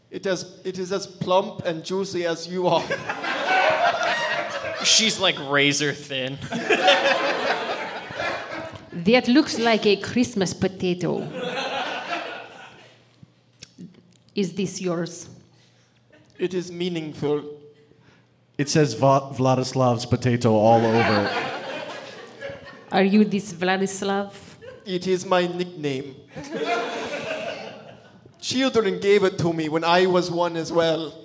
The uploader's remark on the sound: The Potato Bureau is a podcast recorded on stage at The Sacramento Comedy Spot.